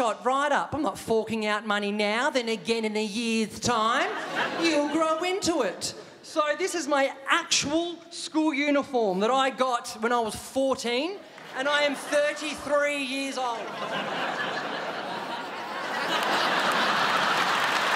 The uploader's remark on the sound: Recorded on Wednesday 29 March 2017 at The Regent Theatre for ABC. Officially kicking off the 2017 Melbourne International Comedy Festival - the Opening Night Comedy Allstars Supershow.